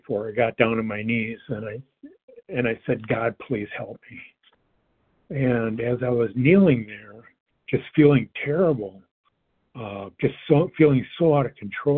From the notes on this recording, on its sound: 100 Pounders Phone Meeting